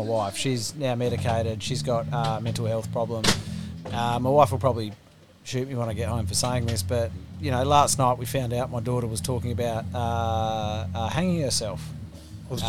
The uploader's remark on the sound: Recorded from the Bogan Media Mobile Studio van during the Worldwide Rally for Freedom at the Supreme Court Gardens in Perth Western Australia